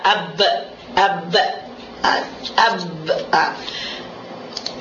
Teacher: bagian luar dari bibir kita yang dua itu bertemu dengan kuat, keluarlah ba